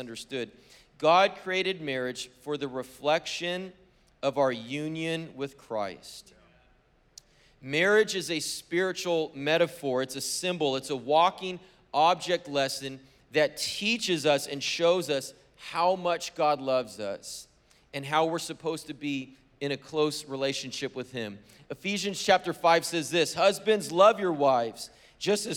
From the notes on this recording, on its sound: was preached on February 13th at the 10AM service